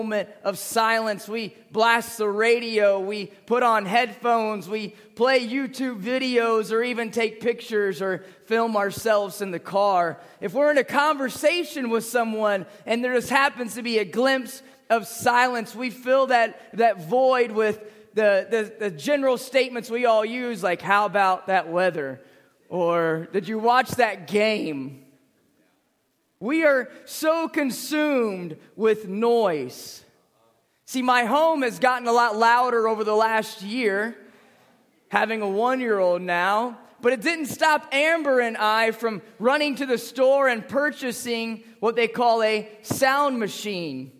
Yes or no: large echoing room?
yes